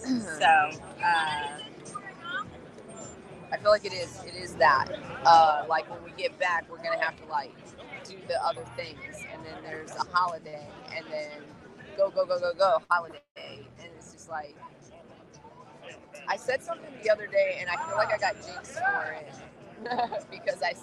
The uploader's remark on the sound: MJ BizCon. Live from MJBizCon.